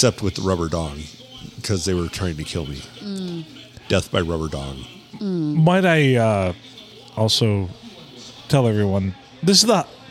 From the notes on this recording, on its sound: Recorded during a football game on a Monday night at the Blue in the good old 4-69!